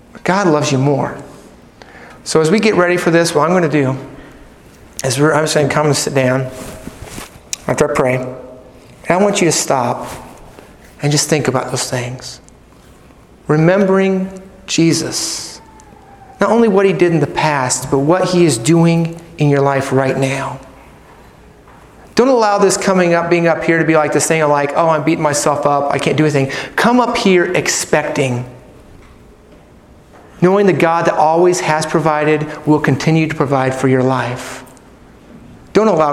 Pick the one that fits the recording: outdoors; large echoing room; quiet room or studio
large echoing room